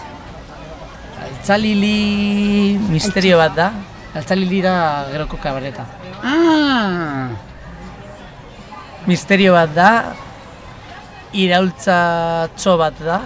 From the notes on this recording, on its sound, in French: Défilé de questions-réponses suspendus dans la caravane de La Grande Illusion sur le parvis de la Borderline Fabrika lors du festival 5e Pierre.